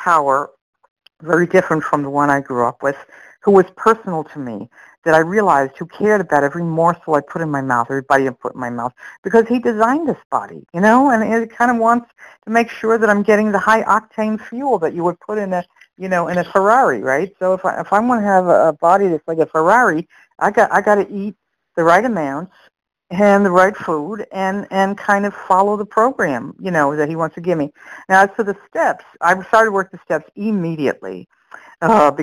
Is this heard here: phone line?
yes